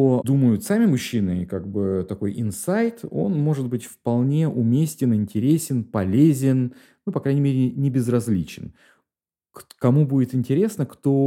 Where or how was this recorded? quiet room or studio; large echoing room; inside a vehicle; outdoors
quiet room or studio